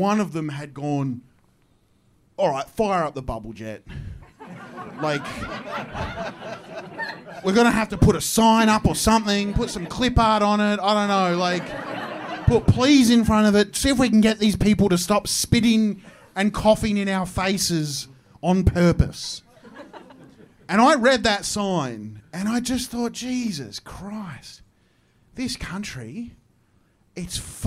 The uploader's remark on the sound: My live show. Recorded at Comedy Republic.